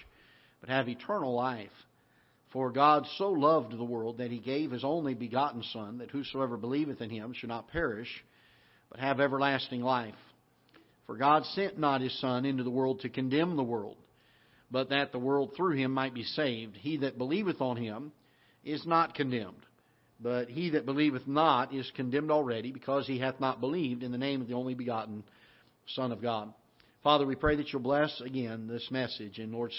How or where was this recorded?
large echoing room